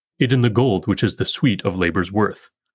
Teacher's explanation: When this line is spoken, it sounds almost like pentameter, because we pronounce the first two feet almost as if they were a quartus paeon, a foot of three unaccented syllables followed by an, followed by an accented syllable, it in the gold.